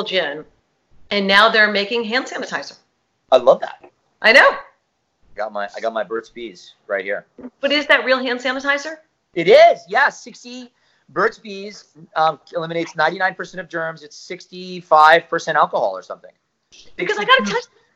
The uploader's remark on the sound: THIS EPISODE IS A REBROADCAST from a Facebook Live event.